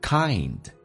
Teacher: I 这个发音要饱满一点，先发 A 再发 E，kind